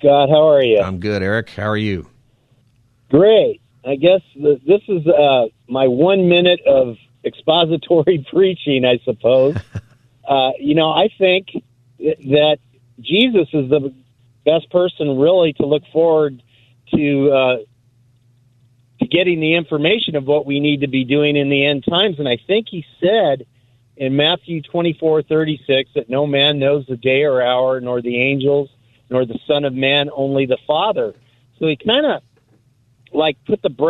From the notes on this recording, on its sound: Takes your calls on any topic. Open Phone Friday Continues!